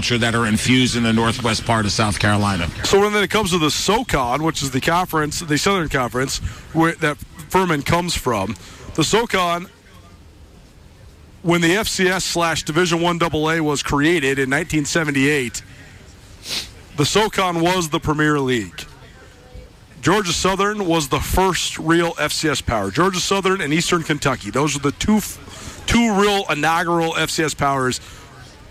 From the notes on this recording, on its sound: College Gameday Live! Live from the ESPN College Gameday tailgate right across from the University of Montana campus.